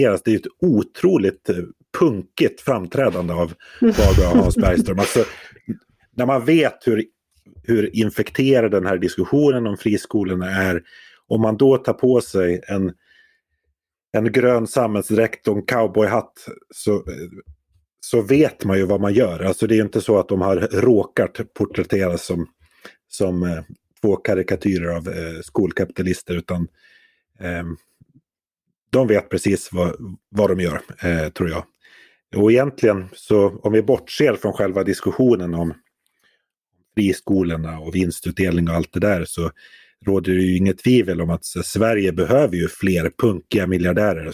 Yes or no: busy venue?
no